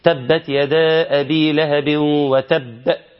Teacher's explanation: حرف الباء مختلف، ده عاوز الشدة، الباء عاوز الشدة وعاوز أن الزمن قليل